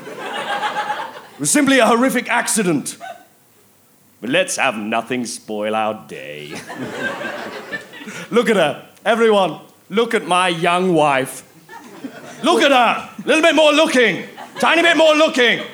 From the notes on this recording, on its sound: Recorded at the Leicester Square Theatre, London, in January 2011.